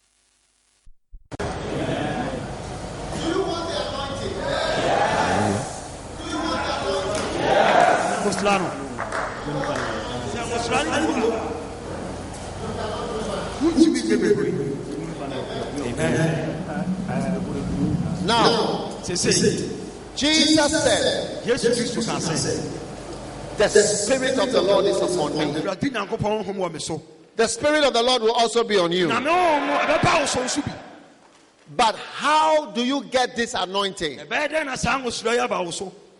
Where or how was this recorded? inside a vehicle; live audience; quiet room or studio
live audience